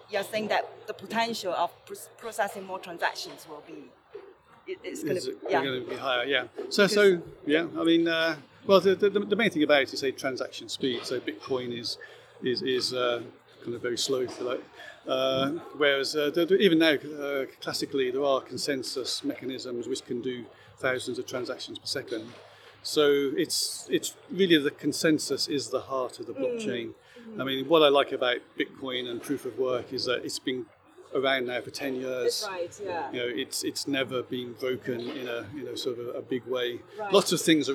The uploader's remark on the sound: Recorded 7 th June 2023, 1pm, Quantum Summit, Singapore Expo. Recorded 7 th June 2023, 1pm, Quantum Summit, Singapore Expo.